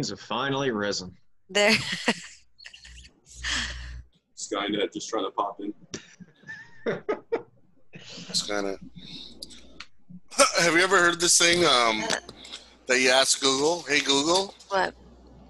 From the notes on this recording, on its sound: Zoom Happy Hour Friday Special.